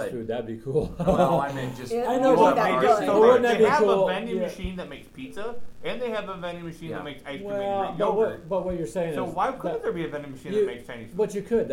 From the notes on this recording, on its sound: sitting at the local coffee shop